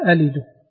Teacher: تمد الألف هنا فقط بمقدار حركتين · Term: الإبدال حرف مد